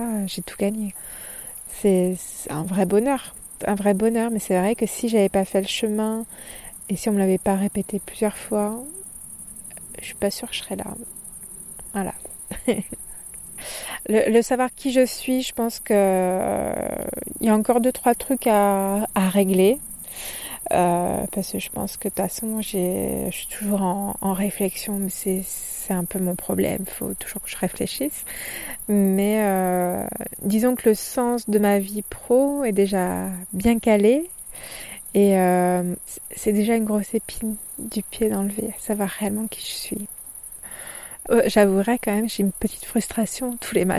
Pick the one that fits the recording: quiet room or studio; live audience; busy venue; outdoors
outdoors